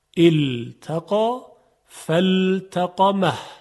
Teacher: همچنین در کلماتی مثل التقا، اینجا باید مواظب باشیم که لام در ته ادغام نشه